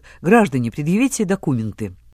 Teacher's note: Документы Осип Мандельштам произнес с ударением на втором слоге, как говорили начальники продотрядов